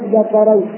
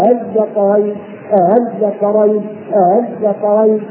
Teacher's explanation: أصل الفتح الألف. فأنا بنطق بها يعني بهمزة الوصل هذه بين الهمزة وبين الألف